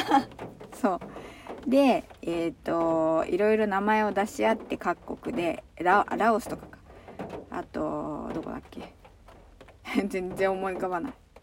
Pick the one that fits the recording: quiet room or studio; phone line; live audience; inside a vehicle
inside a vehicle